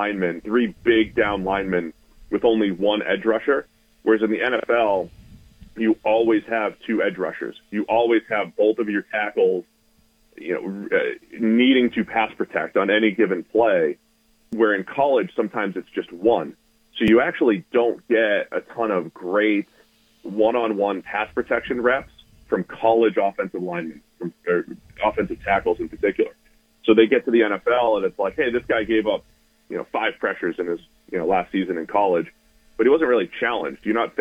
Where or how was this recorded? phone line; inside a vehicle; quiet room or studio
phone line